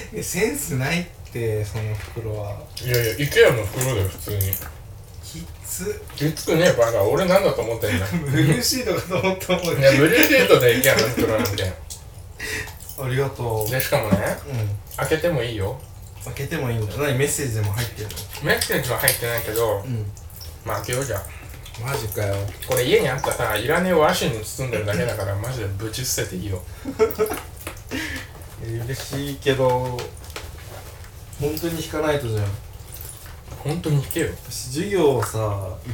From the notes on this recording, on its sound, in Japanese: 誕生日にYeti x を買ってもらってこの回で使うはずだったのですが接続を忘れて生のアイパッド録音になってます。